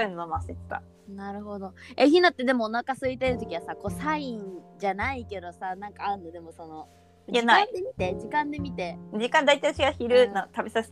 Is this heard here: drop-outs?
yes